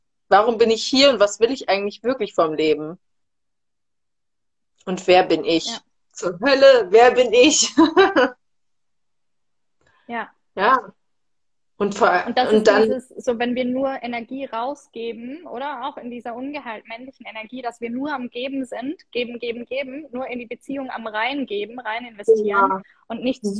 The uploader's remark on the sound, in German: hier erwartet dich ein Instagram live Soultalk